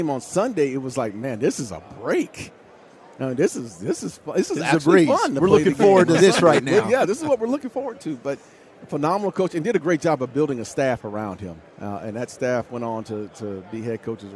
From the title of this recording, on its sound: live from Super Bowl Radio Row